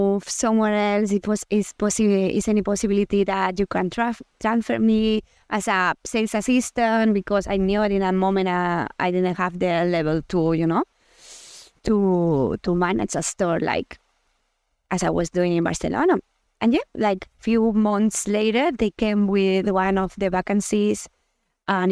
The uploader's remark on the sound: This episode was recorded in the woods so apologies for a not-so-perfect audio experience.